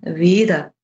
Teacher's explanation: Und man hört häufiger weiche D statt T, zum Beispiel eben in Weder statt Wetter. · Term: mittelbayerische Konsonantenschwächung